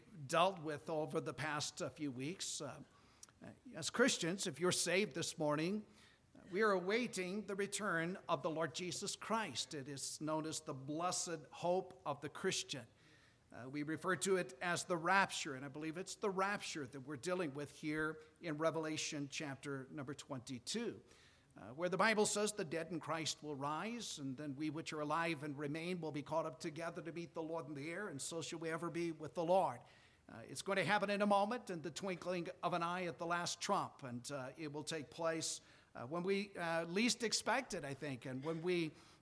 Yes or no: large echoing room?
yes